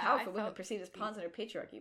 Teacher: Got lots of nice bilabial plosives in there.